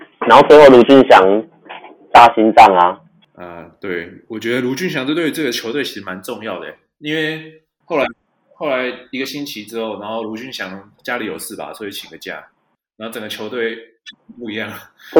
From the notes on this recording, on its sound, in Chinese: 本集為我們第一次錄製，錄音品質還沒有很好，請多多包涵。